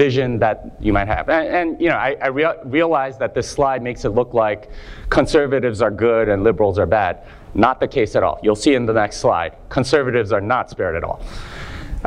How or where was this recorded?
live audience